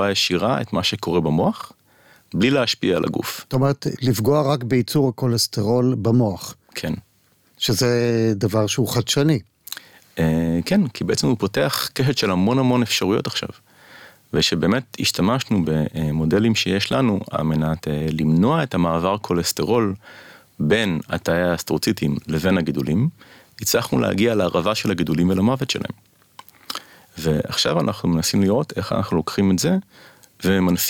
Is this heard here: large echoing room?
no